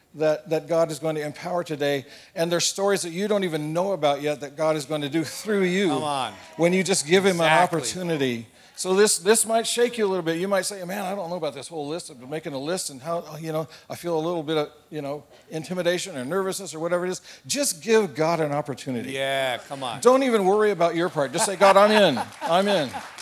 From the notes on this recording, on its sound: A panel of GCC Campus Pastors from all 7 locations. This panel was part of our Inspire Leaders Conference 2022.